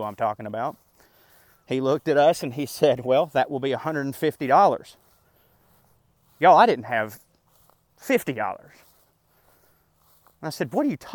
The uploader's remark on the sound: This here is a completely different twist on a “park rant”. I still very much recorded it while walking in the park. What I did, was click record, and talk out the essay exactly as I felt I would have written it.